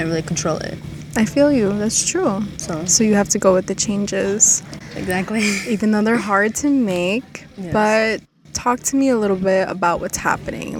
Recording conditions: wind noise